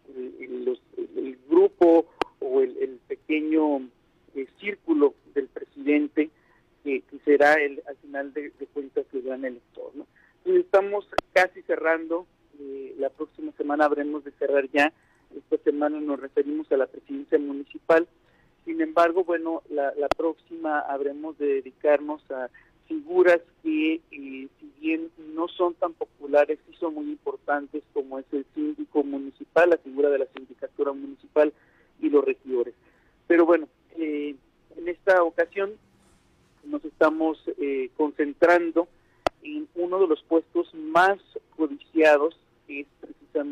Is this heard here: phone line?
yes